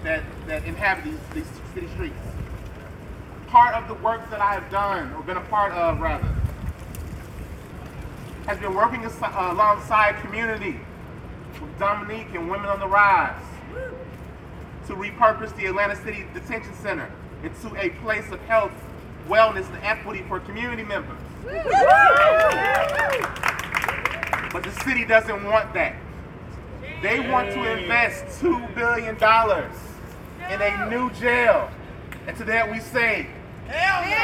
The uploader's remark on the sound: Public health workers against Cop City held a rally outside of the American Public Health Association (APHA) annual meeting held in Atlanta, GA at the Georgia World Congress Center.